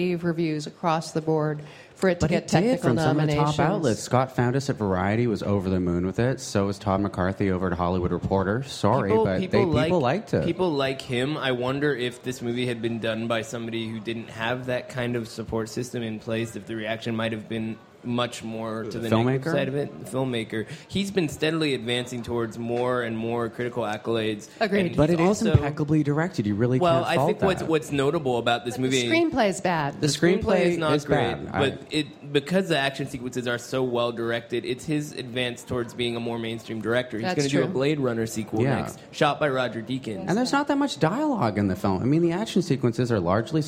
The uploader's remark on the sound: Live from the 2015 Cannes Film Festival